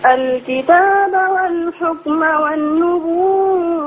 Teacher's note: الواو دي تتمد 6 حركات لانها تبقى مد متصل